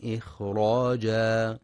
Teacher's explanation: ينتبه القارئ في كلمة إخراجا لسكون وهمس الخاء، فلا يقرأ إخراجا بقلقلة الخاء.